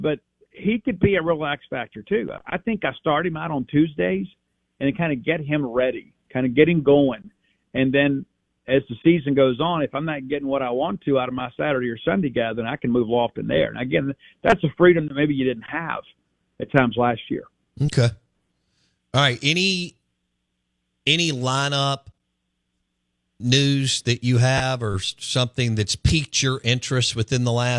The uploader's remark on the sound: Joins the show on the Farm Bureau guest line talking about all things Bulldog sports live in the BankPlus Studio.